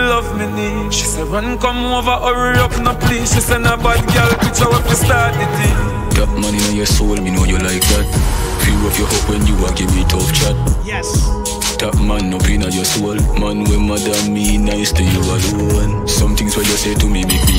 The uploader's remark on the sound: Caribbean Block Party [Live Audio]